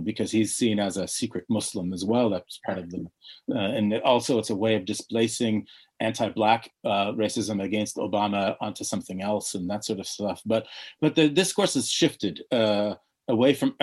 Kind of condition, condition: link, video call